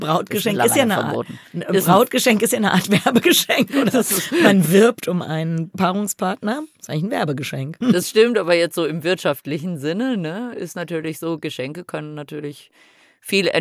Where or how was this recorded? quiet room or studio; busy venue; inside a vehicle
quiet room or studio